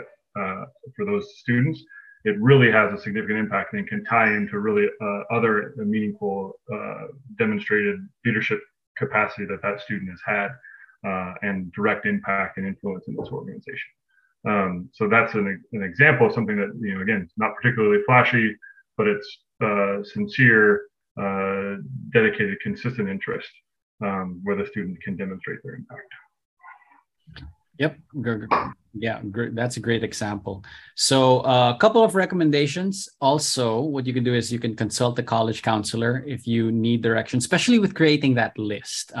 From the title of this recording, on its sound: Webinar Recording